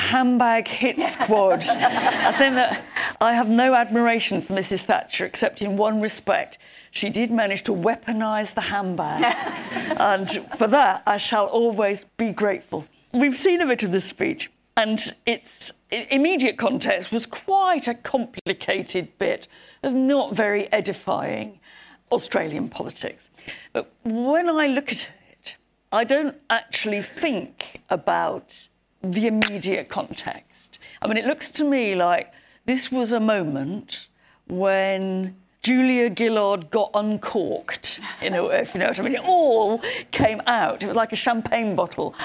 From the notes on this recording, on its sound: Recorded live from the event for the Global Institute for Women’s Leadership at King’s College London.